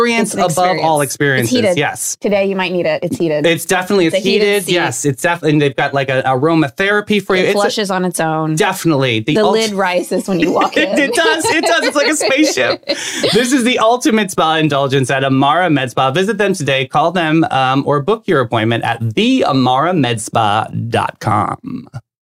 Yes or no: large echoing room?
no